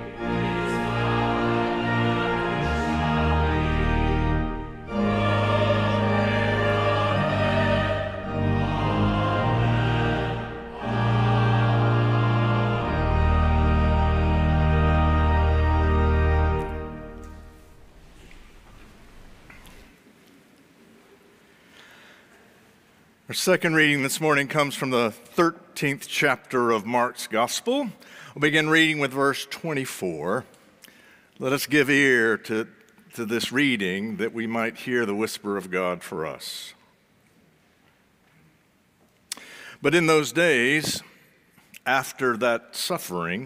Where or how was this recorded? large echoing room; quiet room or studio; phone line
large echoing room